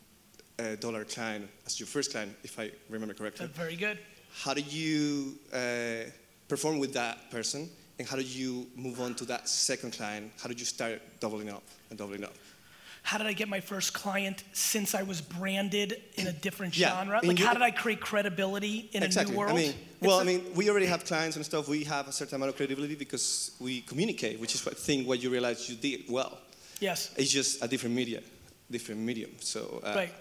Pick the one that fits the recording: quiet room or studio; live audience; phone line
live audience